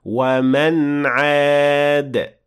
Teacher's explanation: the final part of this ayah contains إظهار because the noon was followed by عين، so we say ومن عاد.